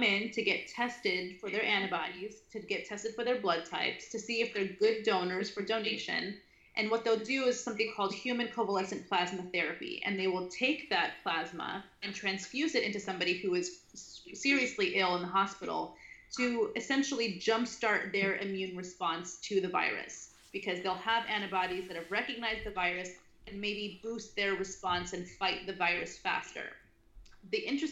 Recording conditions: video call